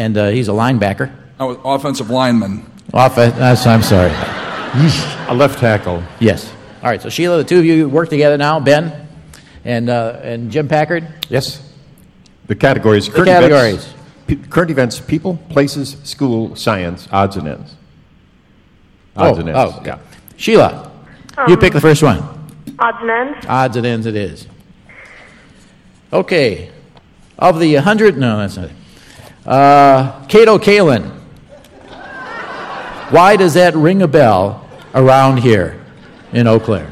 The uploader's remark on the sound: at the State Theater in Eau Claire, WI